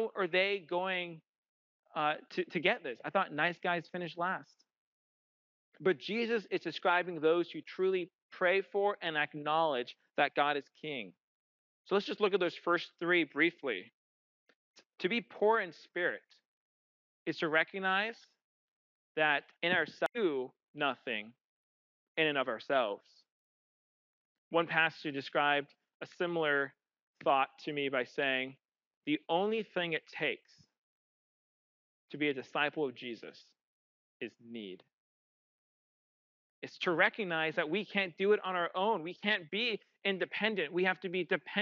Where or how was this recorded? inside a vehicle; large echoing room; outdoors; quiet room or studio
large echoing room